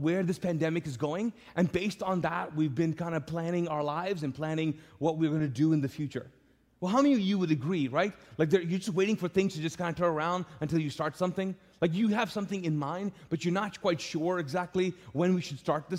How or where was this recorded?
large echoing room